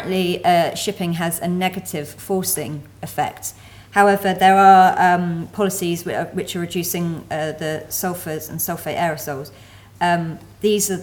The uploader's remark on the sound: Fourth presentation of session 9 of the 4 Degrees international climate conference.